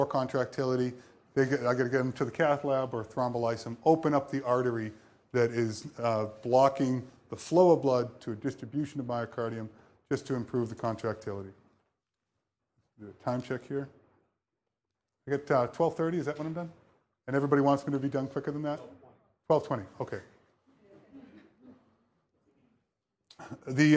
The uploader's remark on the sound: EM Lecture. Famous annual lecture to the first year medical students.